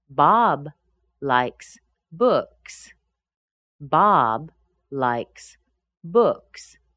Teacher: Bob is the noun. Books is another noun. They have a little bit more stress than likes.